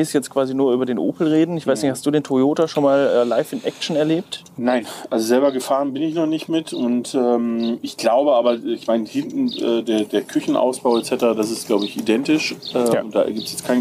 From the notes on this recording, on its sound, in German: Vogelgezwitscher und Kaninchen, die im Hintergrund über die Wiese hoppeln. An der Mosel sitzen, haben sie diese Folge des Campingpodcasts „Vans & Friends“ aufgenommen.